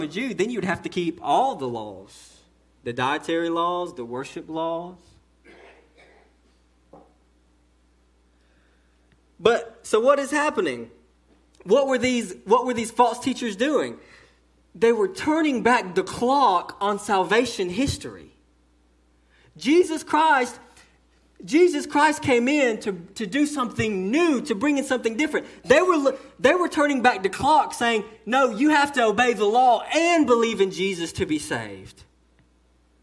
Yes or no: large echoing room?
yes